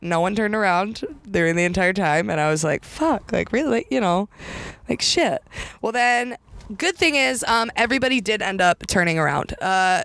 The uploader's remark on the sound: Recording today’s episode in her new car!